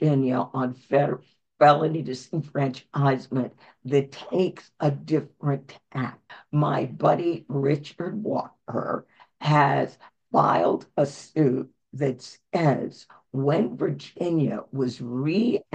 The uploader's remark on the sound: Our first GREEP zoom of 2024.